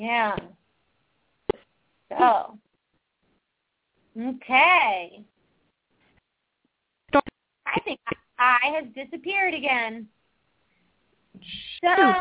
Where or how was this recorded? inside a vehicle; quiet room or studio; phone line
phone line